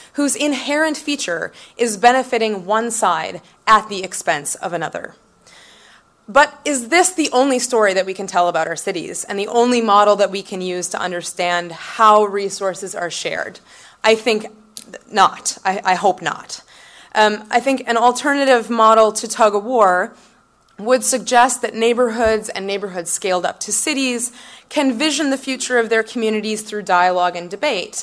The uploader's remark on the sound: From the 2013 Women Transforming Cities conference in Vancouver